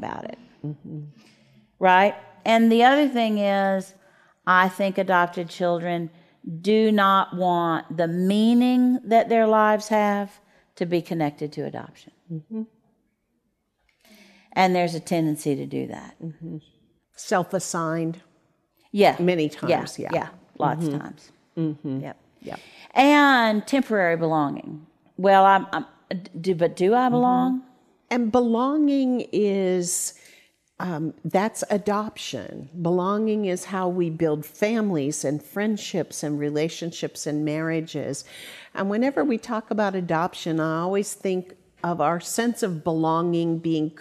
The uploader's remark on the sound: questions from the audience who was at The Micah Center for this recording